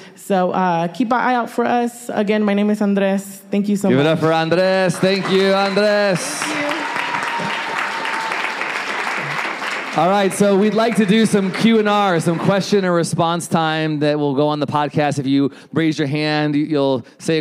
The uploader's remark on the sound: Our first ever PODCAST recorded LIVE WITH AN AUDIENCE... At BOX in Redwood City, Ca.